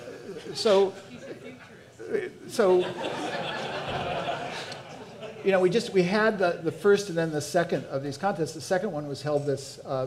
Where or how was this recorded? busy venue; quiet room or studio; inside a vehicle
busy venue